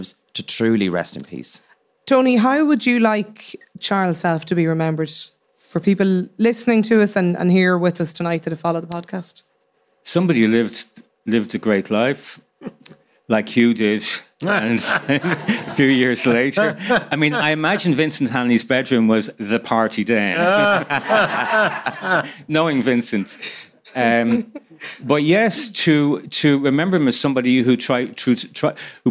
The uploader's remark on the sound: We held a very special event with a live audience of listeners. We recorded it.